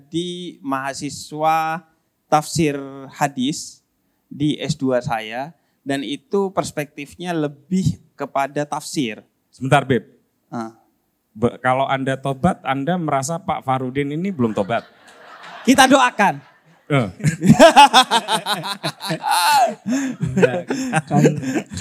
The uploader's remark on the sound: PutCast Live on Stage International Conference on Religious Moderation (ICROM) ke-2 yang diadakan di Yogyakarta.